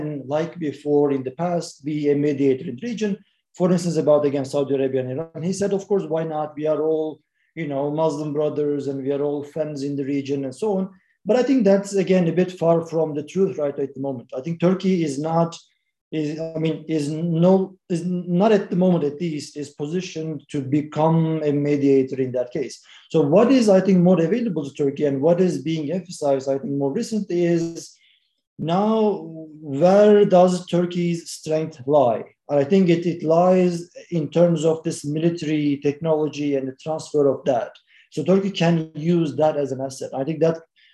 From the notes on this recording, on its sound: This public talk was conducted online via Zoom.